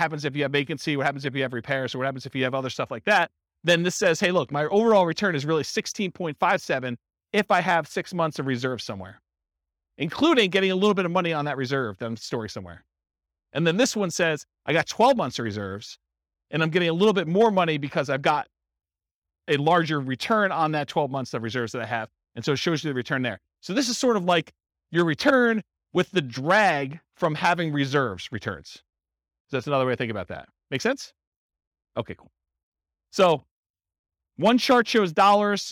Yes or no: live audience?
yes